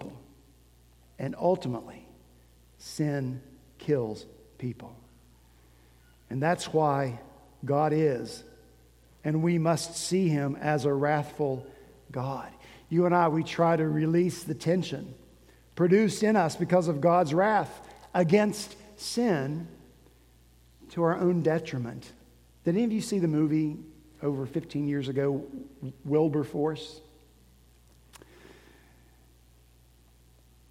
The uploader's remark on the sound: At Redeemer Presbyterian Church in Charleston, SC, our senior pastor wrapped up his sermon series.